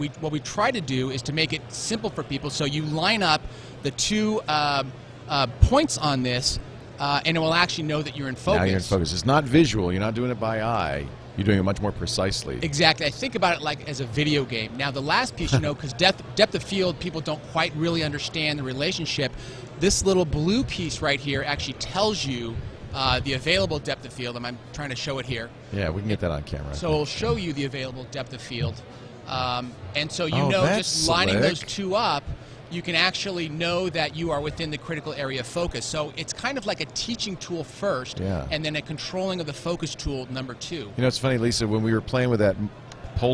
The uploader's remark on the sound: Live From NAB